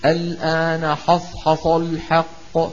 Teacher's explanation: لو ما انتبهنا ممكن القارئ يقول الآن حصحص الحق، حصحص تطلع معه الحروف الأربعة كلها مفخمة لمجاورتها الصاد المستعلية